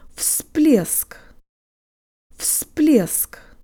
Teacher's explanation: If you thought the V sounded like an F, you were right.